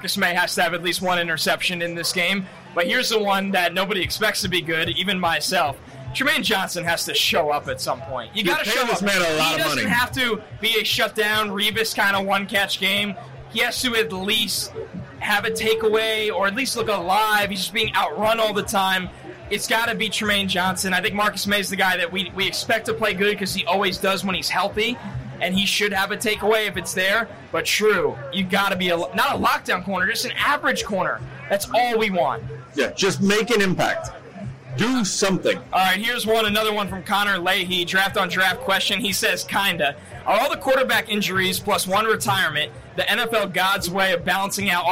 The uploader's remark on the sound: Live From MNF At MetLife Stadium